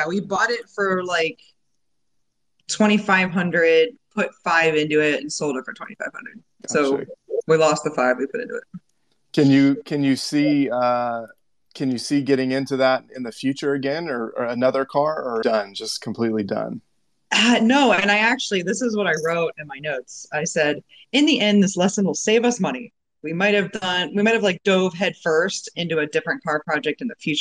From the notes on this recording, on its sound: This special episode was recorded on Twitter Spaces on 1/20/2022.